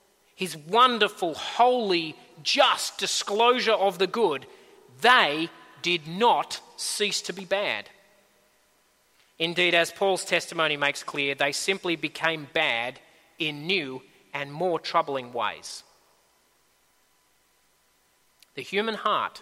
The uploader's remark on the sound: At a Church in the Graveyard service